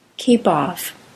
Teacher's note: the K is the first sound of the word and stops at the beginning of a word have more aspiration than stops at the end of a word